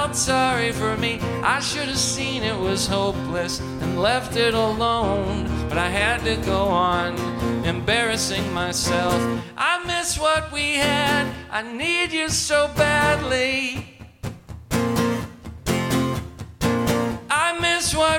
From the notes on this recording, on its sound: This episode recorded LIVE at Gman Tavern in Chicago, IL.